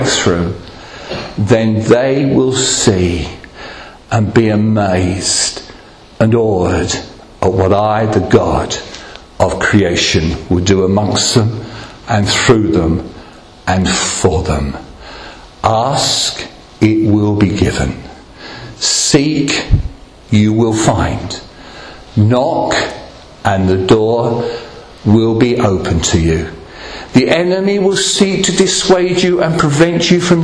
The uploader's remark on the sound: Recorded at Rayleigh Elim Pentecostal Church.